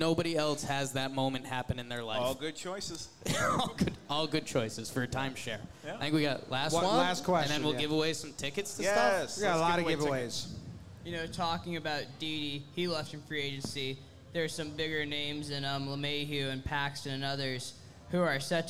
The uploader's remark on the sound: Live in Tampa